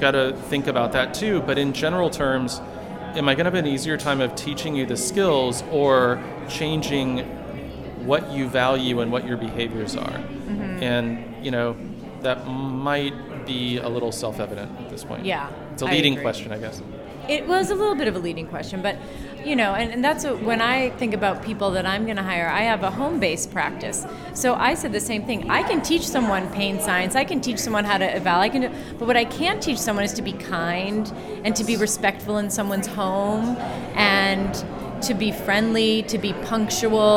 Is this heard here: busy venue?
yes